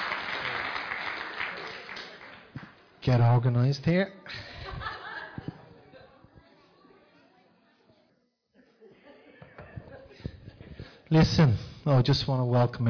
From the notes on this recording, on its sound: Recorded live in Liberty Church.